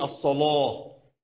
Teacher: سيدنا ورش يغلظ اللام اذا جاءت بعد صاد او طاء او ظاء